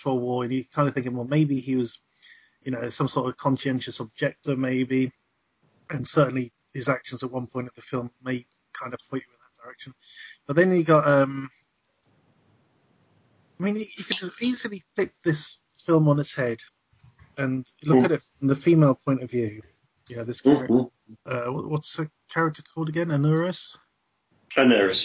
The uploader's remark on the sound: We hit some problems when recording this week.